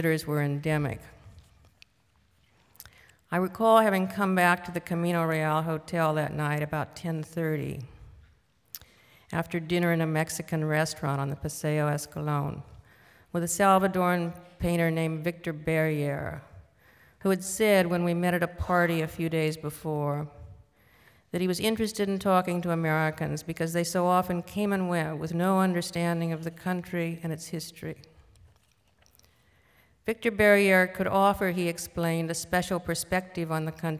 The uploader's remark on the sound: This was recorded on October 19, 1998 in front of a live audience at New York’s 92nd Street Y.